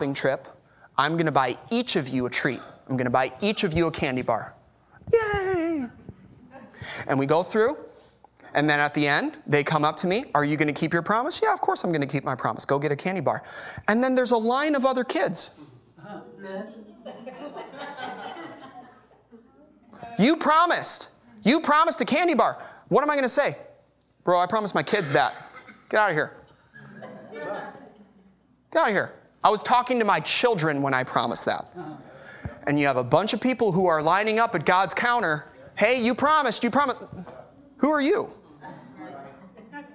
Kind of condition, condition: setting, large echoing room